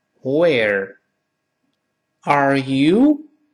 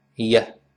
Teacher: are you going?我们说的慢一些，就 Where are you going?第一个 where 舌尖还是要勾回来。我们大声读一遍。Where are you?读得很慢，这么读，但读快之后那个 you 就听不清楚了。那肯定说的是你嘛，那个 you 中间那个元音，这个 o 就变成了 a 这个声音 · Shown in: second take